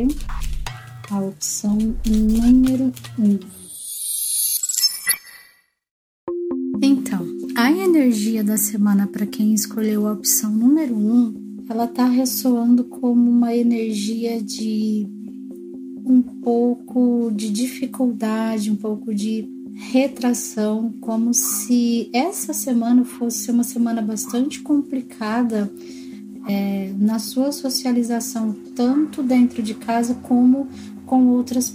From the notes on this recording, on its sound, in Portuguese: O maior desafio de editar esse programa, é o fato dele ser gravado com o celular em um ambiente não muito apropriado.